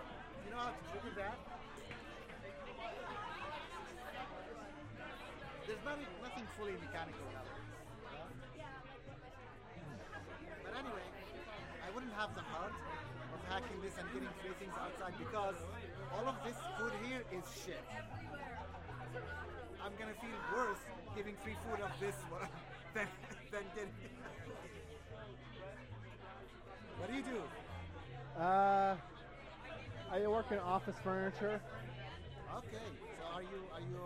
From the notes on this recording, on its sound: Pretend like you're breaking quarantine at the Imperial Pub. Recorded on/at the friday night mixer before PCTO20. Be forewarned i'm pretty sure I go take a piss somewhere in this recording.